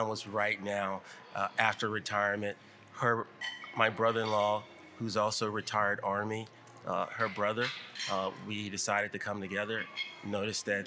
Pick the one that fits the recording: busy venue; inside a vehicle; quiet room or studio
busy venue